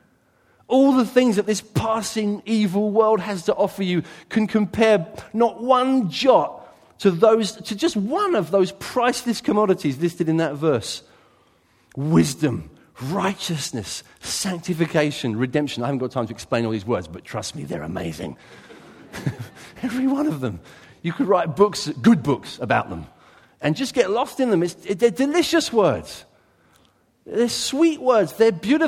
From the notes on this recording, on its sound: a sermon taken from his church; Church of Christ the King, Brighton